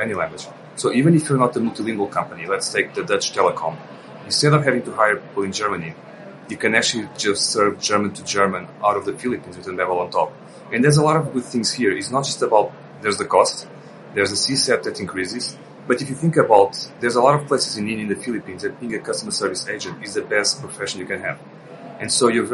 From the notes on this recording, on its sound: This week, we’re sharing another conversation from our series of interviews at the Web Summit conference last year.